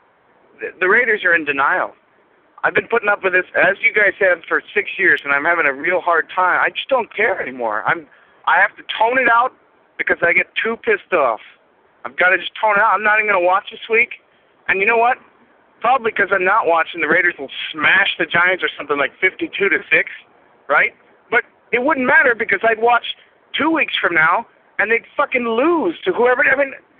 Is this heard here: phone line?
yes